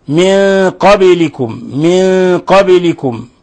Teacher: سكنت الباء فلا بد من قلقلتها لأنها من حروف قطب جد